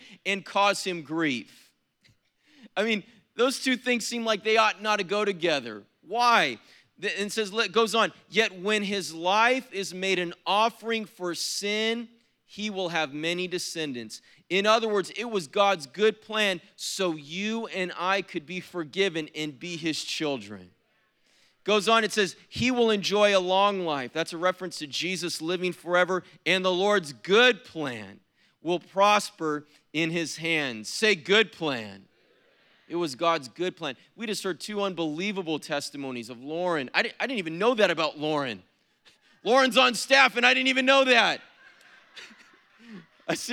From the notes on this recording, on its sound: was preached on April 15th at the 7PM service